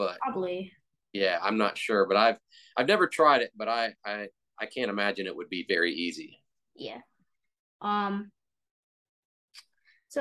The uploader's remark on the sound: chatted through zoom